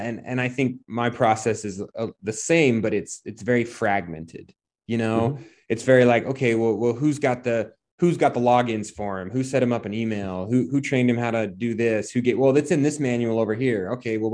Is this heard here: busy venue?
no